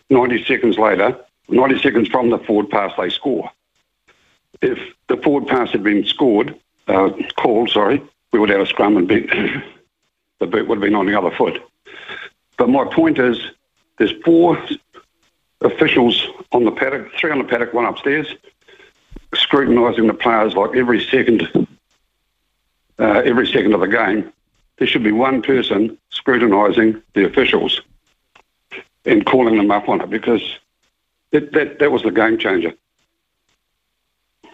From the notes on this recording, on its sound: We've thrown the phonelines open for you to have your say